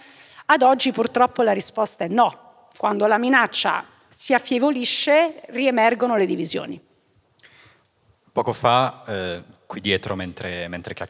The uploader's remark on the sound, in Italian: Registrata live a Voices. In questa puntata speciale di Globo registrata live a Voices.